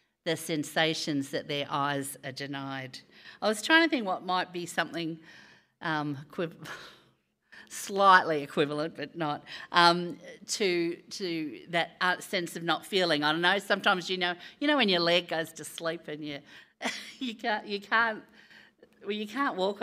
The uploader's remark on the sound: Recorded live on Sunday, 5th June.